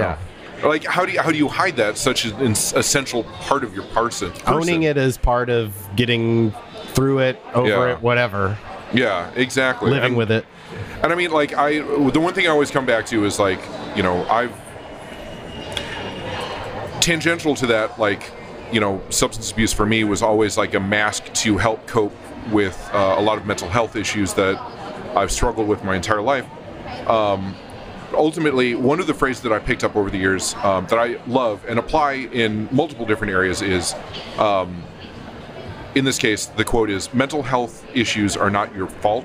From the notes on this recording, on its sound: on location at the Memphis Listening Lab/WYXR Record Swap in Crosstown Concourse